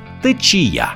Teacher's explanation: Течії наголошуються на перший склад лише в множині. А в однині всі відмінки цього слова мають наголос на кінець